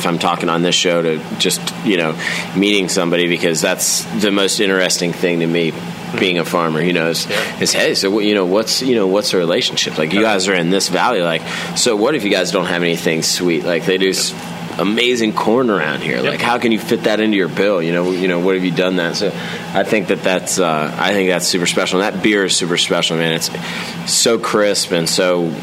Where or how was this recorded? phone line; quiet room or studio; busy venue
busy venue